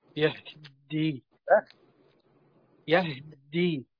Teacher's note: فيها شيء من اختلاس الكسر في الهاء، وبعدين ينتقل إلى الدال، يعني بياخد مثلا تلت حركة أو ربع حركة في الهاء وينقل للدال.